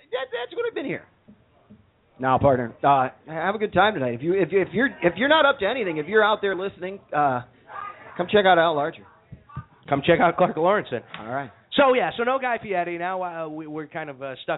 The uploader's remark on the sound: We are back for our 100th episode live from Trader Todd's in Lakeview! Live at Trader Todd's.